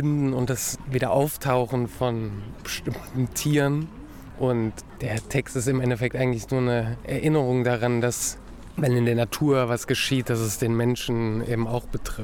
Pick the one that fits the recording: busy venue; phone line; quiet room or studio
busy venue